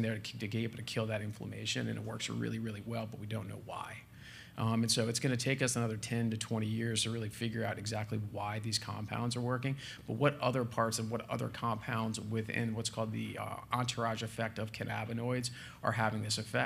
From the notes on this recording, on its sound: at The Outside Game 2019 in New York City September 5, 2019.